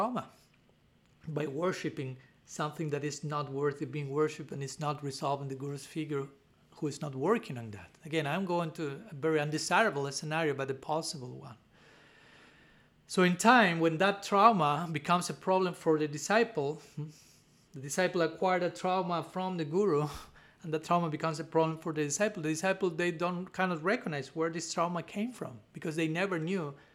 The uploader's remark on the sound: given at Radha-Gopinatha Mandira on March 14, 2023